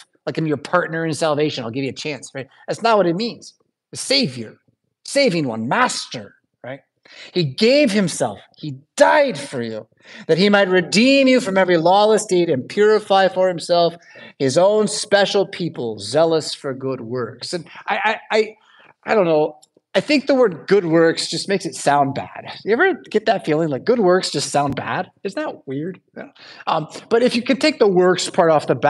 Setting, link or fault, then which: setting, large echoing room